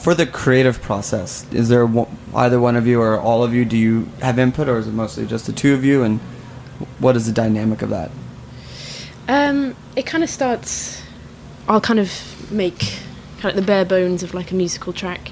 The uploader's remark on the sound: live from the back of Roberta’s